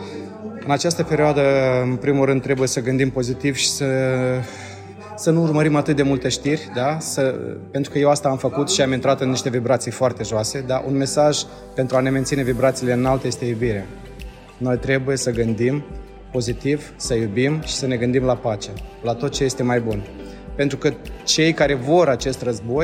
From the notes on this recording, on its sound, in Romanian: Interviu cu artisti de pe scena celui mai mare concert caritabil din Romania